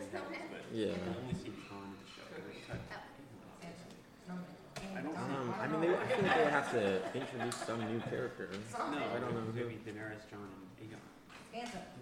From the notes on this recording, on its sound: Comes to you from a small-town coffee shop and prominently features the background noise of a small family playing a board game! Recorded on one microphone laying flat on the table.